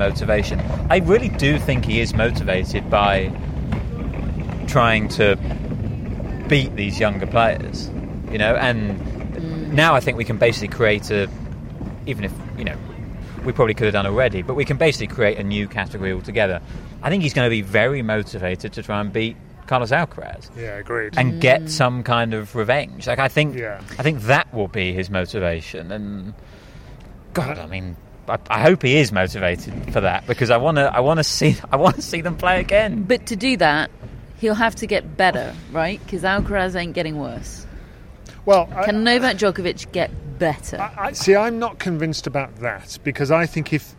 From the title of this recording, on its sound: Live from Wimbledon Day 14